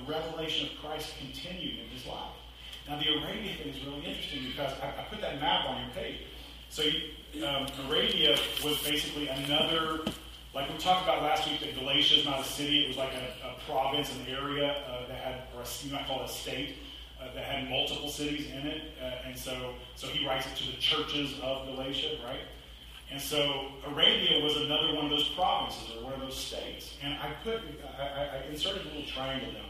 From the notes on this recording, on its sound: Apologies for the audio quality.